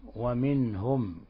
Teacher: فإن النون تظهر عندها ولا تخفى، ولا نضغط على النون بل نقرأها ظاهرة مبينة · Term: إظهار حلقي